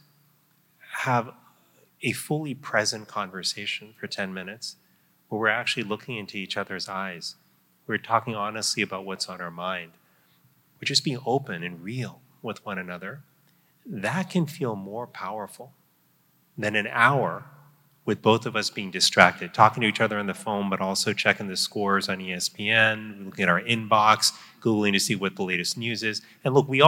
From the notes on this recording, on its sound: Recorded live from the Barclays Center in NY.